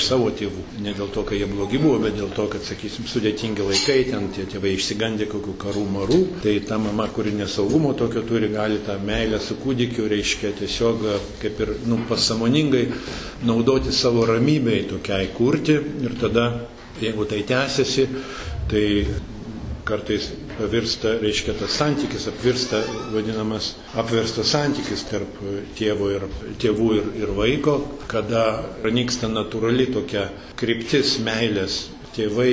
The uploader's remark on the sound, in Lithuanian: Įrašas iš šeimų festivalio.